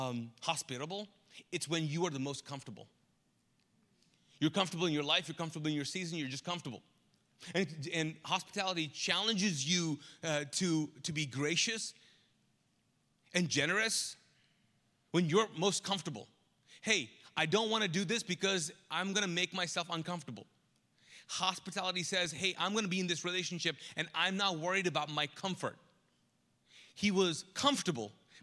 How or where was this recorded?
large echoing room